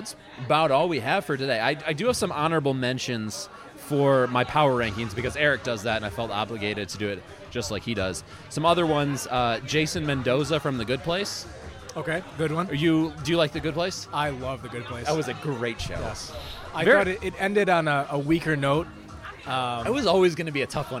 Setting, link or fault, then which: setting, busy venue